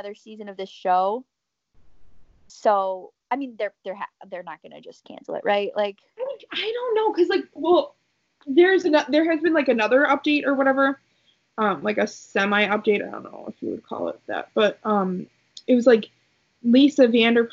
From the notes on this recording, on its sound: An episode filled with poor connection, hurricanes.